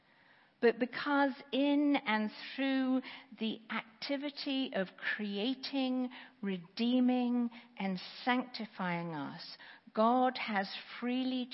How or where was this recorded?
large echoing room